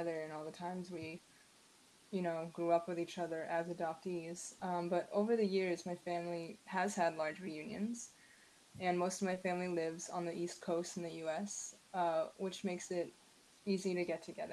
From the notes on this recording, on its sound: I realized as this was the first true episode, the sound is a little challenging.